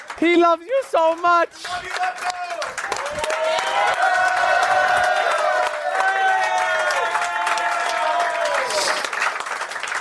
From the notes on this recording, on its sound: Super Bowl Live. It's the final day of our live shows from Dantanna's!